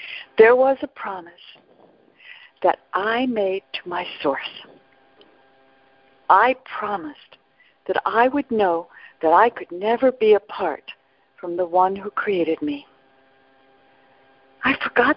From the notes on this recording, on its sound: ACIM Daily TEXT Conference Call.